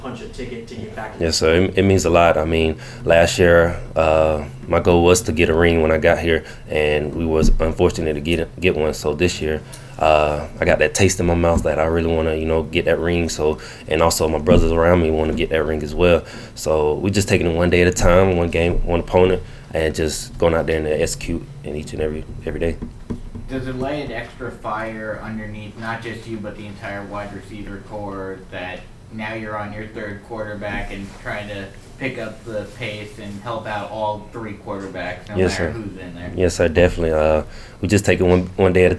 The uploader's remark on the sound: Postgame press conference following the win over Texas State.